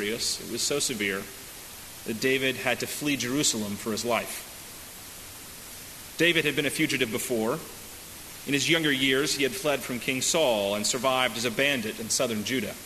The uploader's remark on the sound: delivered at First Congregational Church of Houston on August 19, 2018